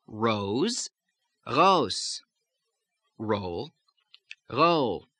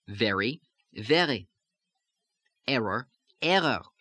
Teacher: back of the tongue arches up to the soft palate to create a R, so it doesn't go as far r as the French sound goes, but it still has a little bit of that sound in it there.